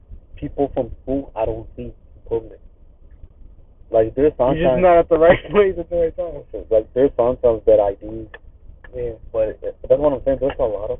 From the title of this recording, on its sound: The audio is fucked up